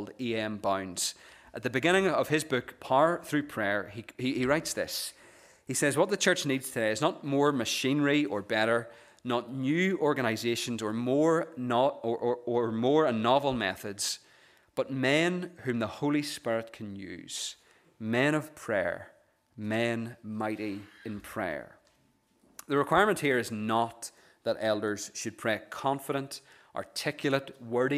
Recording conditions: large echoing room